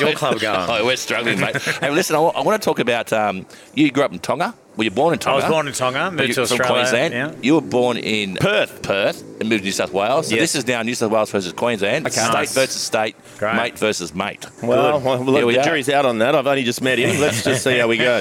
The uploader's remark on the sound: This podcast was recorded at Bamfords Kirribilli